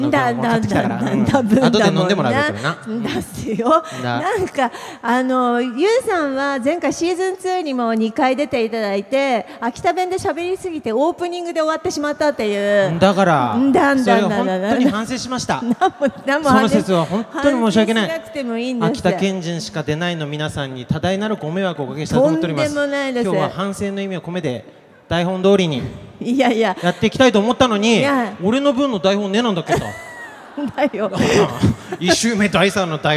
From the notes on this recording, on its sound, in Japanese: 会場ではスタッフを巻き込むハプニング？も…？イオンモール秋田にて行われた公開収録。